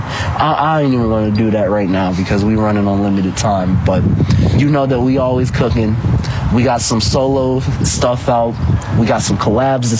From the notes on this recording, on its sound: Just sitting outside on a sunny windy day